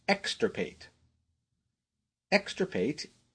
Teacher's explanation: Be careful of the accent on the first syllable of this word, ek, and the spelling of the middle syllable, tir, which is a little unusual for English.